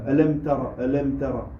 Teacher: Le mime, il a le soukoun, et il n'y a pas de nasalement.